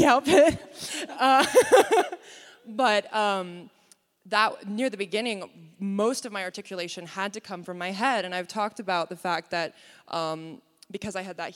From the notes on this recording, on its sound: Continued coverage from STLV! Interviews from the show floor. The audio from the Women in Trek panel.